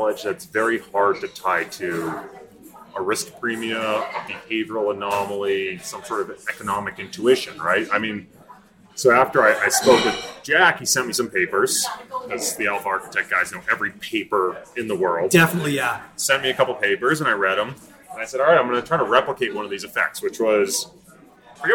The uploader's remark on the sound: we thought it would be fun to just sit down at a bar without an agenda and just record the stuff we would have been talking about anyway